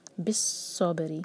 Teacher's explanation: صاد کو ہیوی اور با پر قلقلہ. بِالصَّبْرِ، جب بھی شدہ ہو تو اس کو اسٹرانگ کر کے پڑھیں.